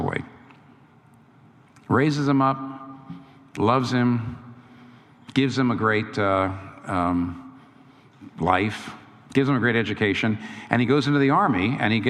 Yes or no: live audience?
yes